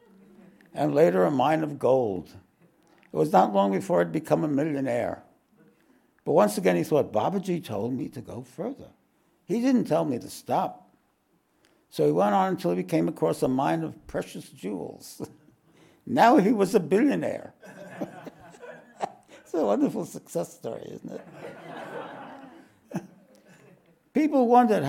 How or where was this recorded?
live audience